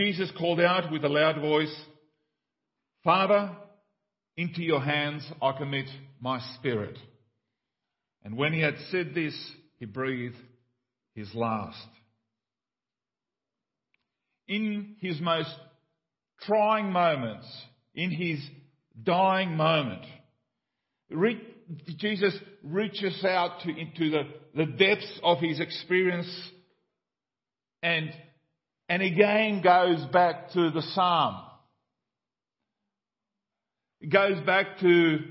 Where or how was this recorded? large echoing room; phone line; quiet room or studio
large echoing room